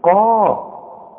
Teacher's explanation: القاف اللي بعدها المد بتبقى اعلى درجات التفخيم